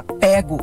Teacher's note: Essa forma aberta, pego, já é mais coloquial. Esse é aberto, é da oralidade, mas também é considerada certa.